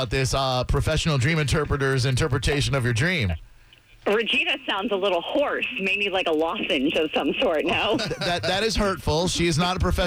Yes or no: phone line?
yes